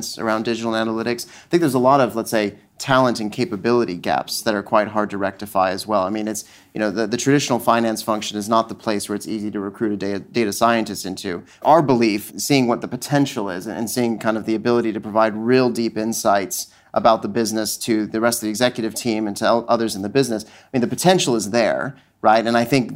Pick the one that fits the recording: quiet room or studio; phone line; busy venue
busy venue